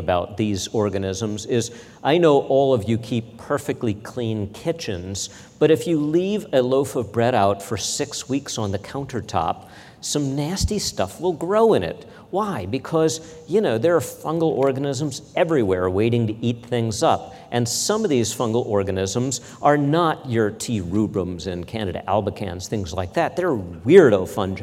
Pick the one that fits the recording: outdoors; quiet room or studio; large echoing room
large echoing room